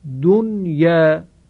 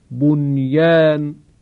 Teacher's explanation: در این کلمات حرف نون ساکن تلفظ می شود و ادغام نمی شود